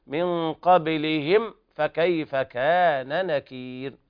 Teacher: ننبه أيضا على إظهار الميم إظهارا شديدا لمجاورتها حرف الفاء، والفاء والميم متقاربين في المخرج من الشفتين، والفاء تخرج من بطن الشفة السفلى مع أطراف الثنايا العليا، والميم تخرج من الشفتين معا.